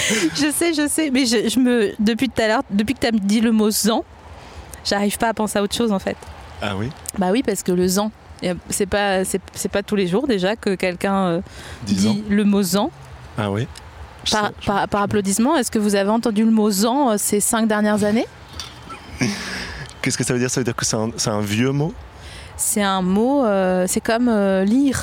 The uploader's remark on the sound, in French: En direct de la Villette